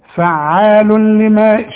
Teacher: ادغام كامل بدون غنة